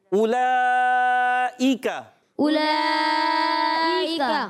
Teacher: مد متصل دو ڈھائی الف یعنی چار یا پانچ حرکات کھینچ کر ادا کریں گے کاف کو باریک رکھنا ہے یہاں آیا تھا قوف زبان کی